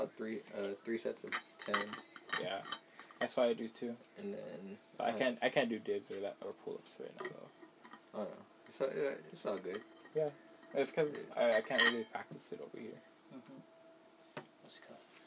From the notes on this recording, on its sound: there is a lot of background noise